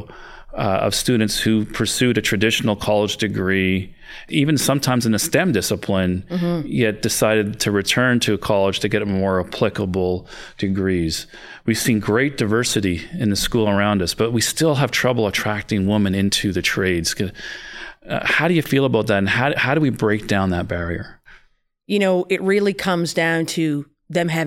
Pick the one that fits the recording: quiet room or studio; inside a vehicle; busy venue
quiet room or studio